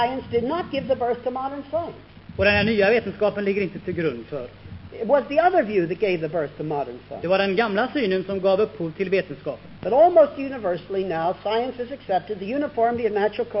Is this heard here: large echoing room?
yes